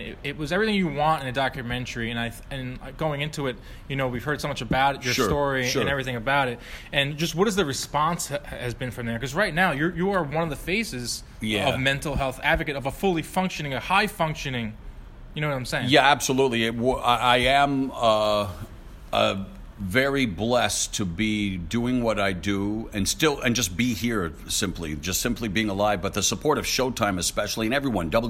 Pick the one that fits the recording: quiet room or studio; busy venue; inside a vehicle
busy venue